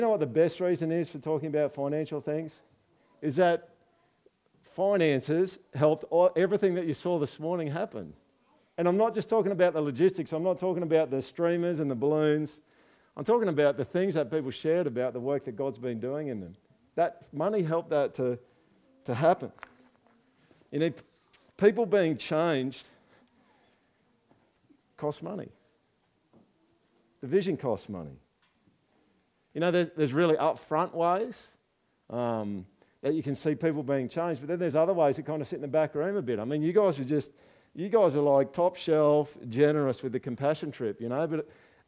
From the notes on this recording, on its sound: This is the recording (minus the songs) of the Project's thanksgiving service